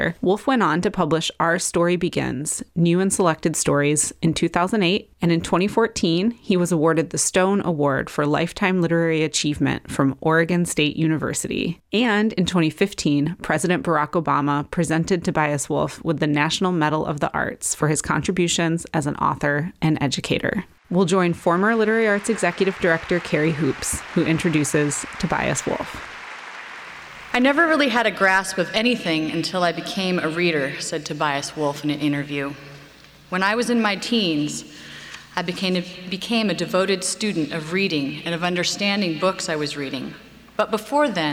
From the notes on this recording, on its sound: we bring you a lecture from the 2003/2004 season of Portland Arts & Lectures